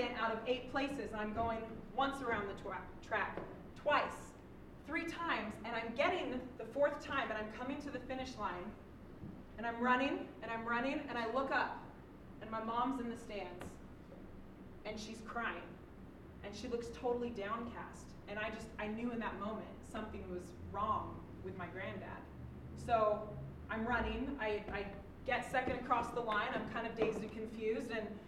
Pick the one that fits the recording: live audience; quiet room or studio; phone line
live audience